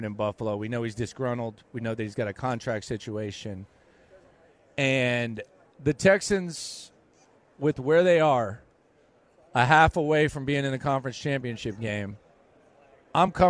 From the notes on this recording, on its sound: Live At Radio Row in Las Vegas